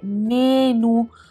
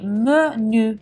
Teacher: In francese non si dice menu con la E aperta e la U, ma menu, quindi con una E di fatto chiusa, quasi muta, e la U che è una via di mezzo tra una I e una U · Shown in: second take